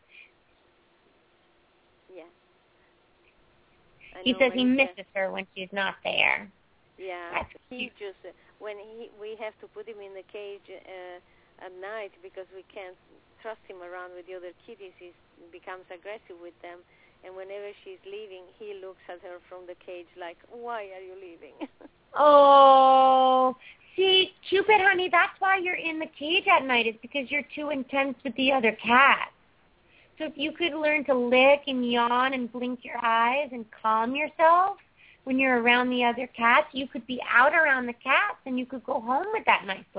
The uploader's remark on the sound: Open up the lines for listeners to call.